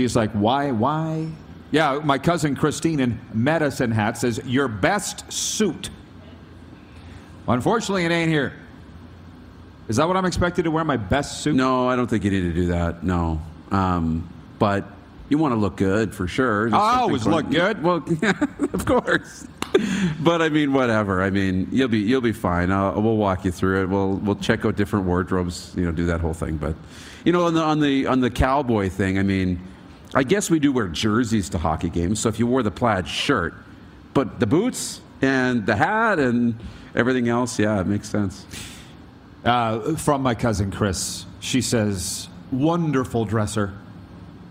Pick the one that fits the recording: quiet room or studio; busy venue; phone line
busy venue